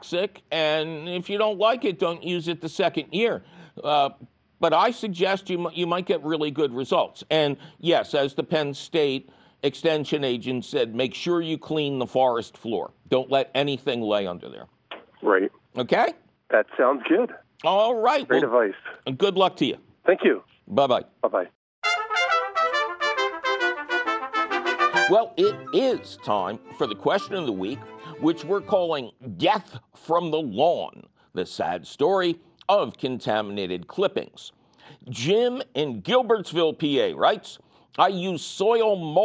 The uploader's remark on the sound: your Fabulous phone calls!